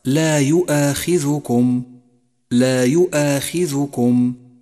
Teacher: فالذال مضمومة وليست ساكنة فهي لا يؤاخذكم، ومن الخطأ أن تقول لا يؤاخذكم.